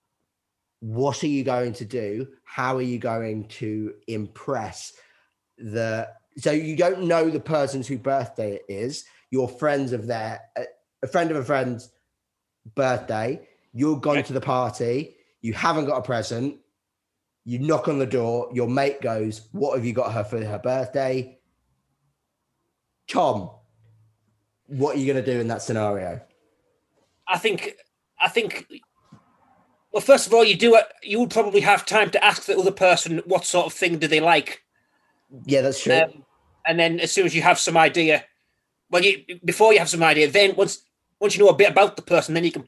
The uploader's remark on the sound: a zoom call in 3 separate bedrooms